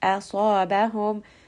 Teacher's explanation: This is a 4-count mad. Asabahum, hamza is light, sad is heavy. Try not to make the hamza heavy and say asabahum.